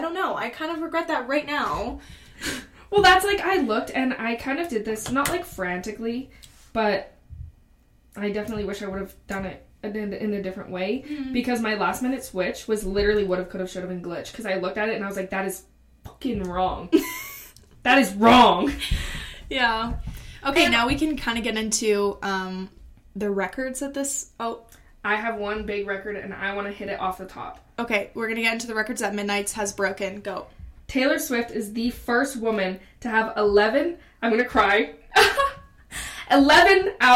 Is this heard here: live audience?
no